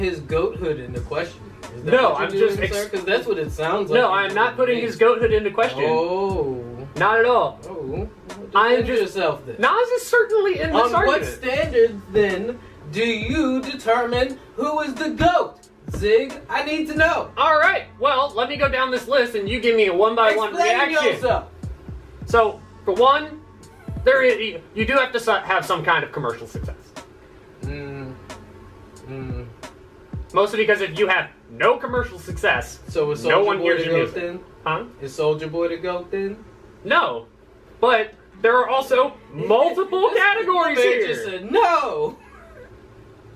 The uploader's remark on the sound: We had technical difficulties in recording so this is a port of the YouTube audio.